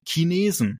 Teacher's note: Gerade im süddeutschen Raum ist dieses K für ein CH und dahinter ein Vokal sehr verbreitet. Ne? Also gerade im bayerischen Raum oder generell Süddeutschland wird das sehr häufig so ausgesprochen.